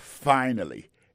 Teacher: Accent tombé sur le premier syllabe là